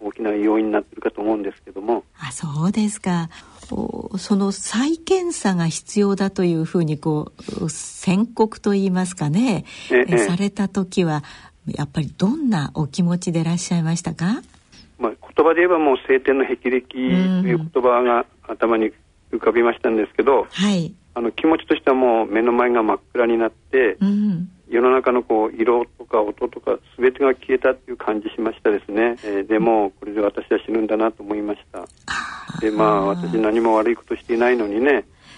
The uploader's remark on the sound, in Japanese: 受賞者への電話インタビュー